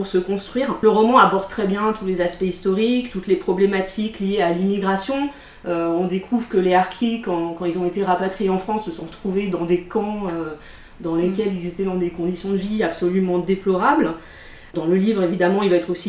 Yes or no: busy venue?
no